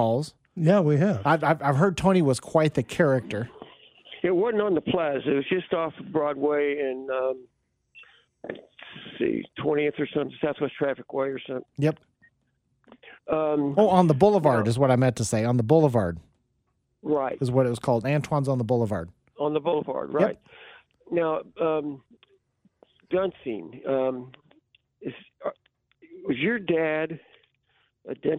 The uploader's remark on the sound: go 100% with the phone and text line